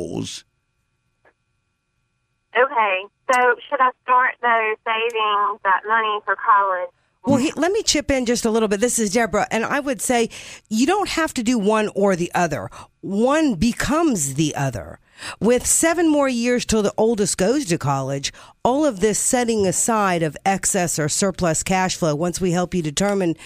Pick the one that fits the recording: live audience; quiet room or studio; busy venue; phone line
phone line